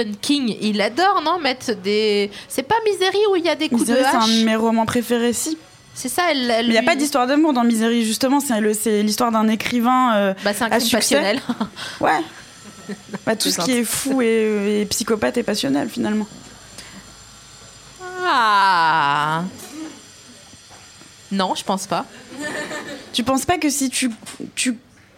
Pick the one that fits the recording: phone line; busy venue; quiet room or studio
busy venue